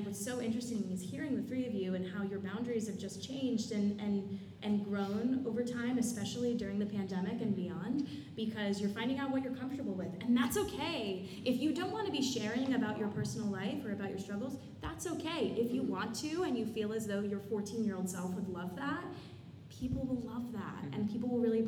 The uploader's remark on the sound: BroadwayCon Panel